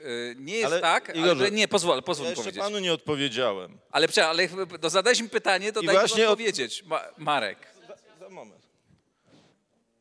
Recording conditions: busy venue